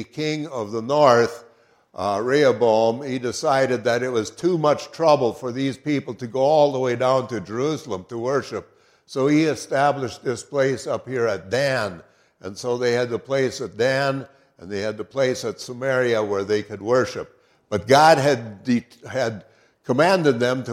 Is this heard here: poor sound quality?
no